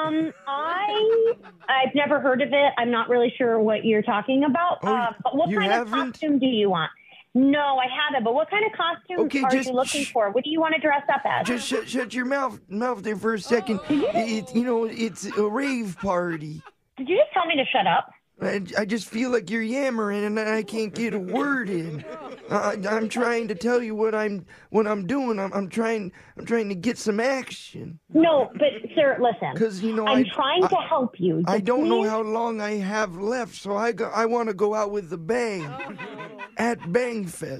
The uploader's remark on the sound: Phone Tap